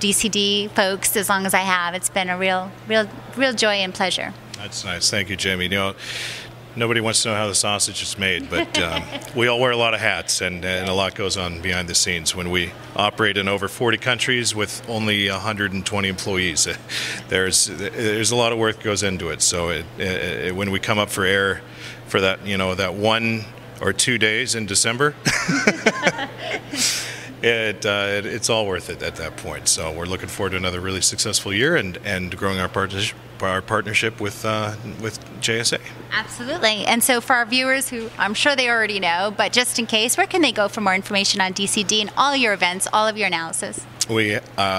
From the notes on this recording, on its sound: Live from Telecom Exchange.